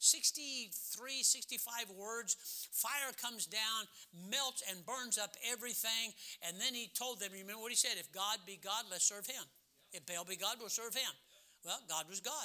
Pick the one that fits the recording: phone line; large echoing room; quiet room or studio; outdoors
large echoing room